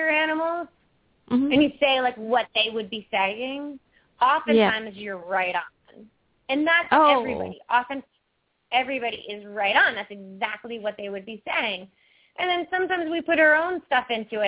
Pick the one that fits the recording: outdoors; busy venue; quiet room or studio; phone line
phone line